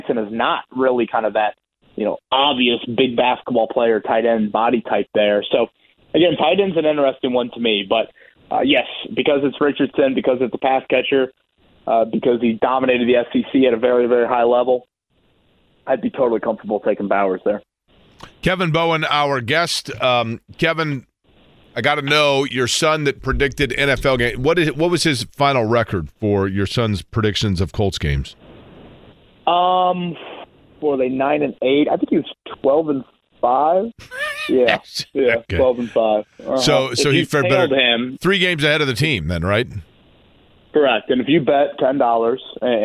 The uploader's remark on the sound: take a couple phone calls